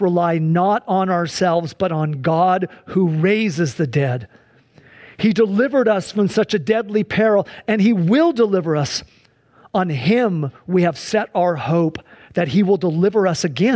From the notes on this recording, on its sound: Sunday church service livestream